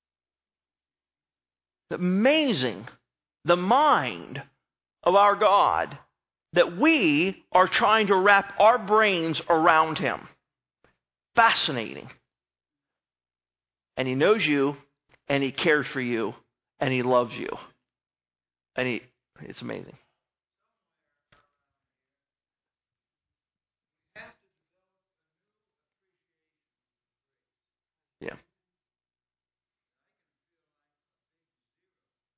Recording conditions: large echoing room